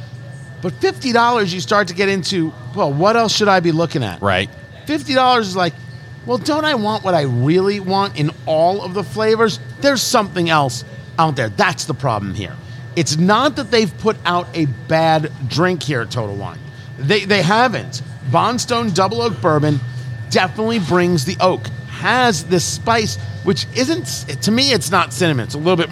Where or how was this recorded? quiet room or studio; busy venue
busy venue